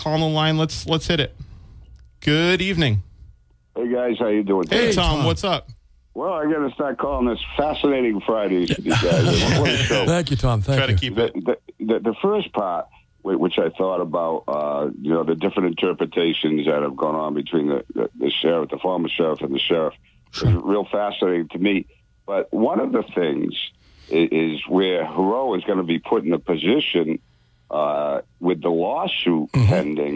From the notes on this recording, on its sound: Taking calls on local topics.